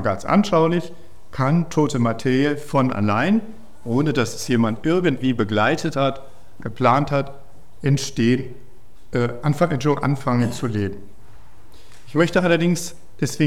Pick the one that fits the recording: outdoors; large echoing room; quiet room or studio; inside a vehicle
large echoing room